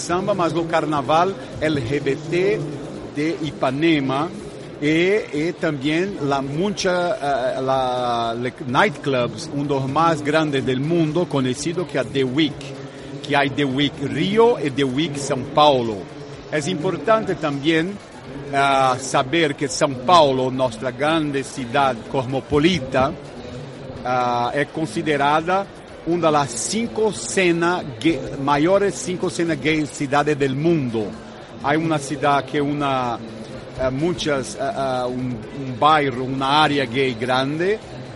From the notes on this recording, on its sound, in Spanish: Pontechueca radio ha sido este año la emisora oficial de Fitur Gay LGBT. Por nuestro especial en directo desde el IFEMA, han pasado diversos destinos y empresas que estuvieron allí presentes.